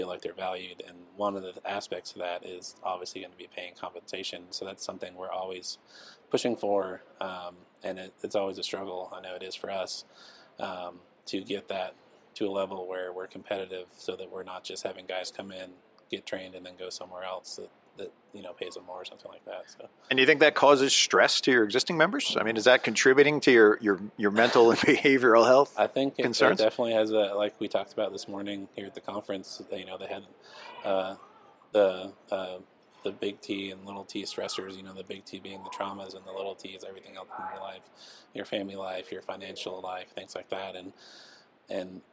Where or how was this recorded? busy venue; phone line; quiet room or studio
busy venue